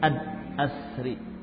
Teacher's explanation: Padahal gunnah itu adalah sifat atau termasuk hak yang harus kita berikan, sifat lazimah, sifat yang terus ada pada nun an, jadi tetap ada gunnah, ya. Walaupun namanya idhar bukan berarti hilang gunnahnya.